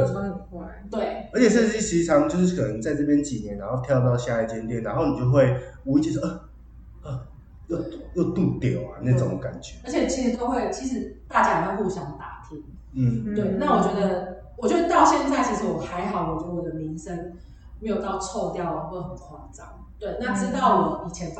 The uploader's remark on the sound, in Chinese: 有聽眾朋友反應這集的回音較大。因為當初在場地判斷上的疏忽已經盡可能用手上的軟體去調整但效果還是不如預期。